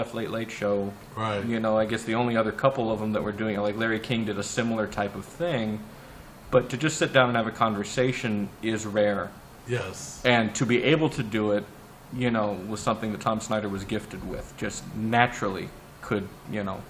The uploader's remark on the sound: This week we are live-on-tape from Vitello's